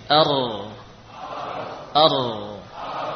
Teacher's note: Huruf ra juga berasal dari ujung lidah, namun melibatkan bagian punggungnya. Ya, kalau tadi nun dari sini, bagian ujung dari arah depan, ada pun ra ujung menyertakan bagian atas sedikit, yaitu yang dinamakan dhahrul lisan, punggung lidah.